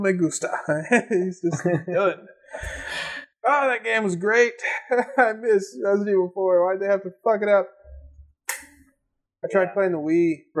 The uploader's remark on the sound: This episode was one of the first we recorded, so please be extra forgiving of the sound quality.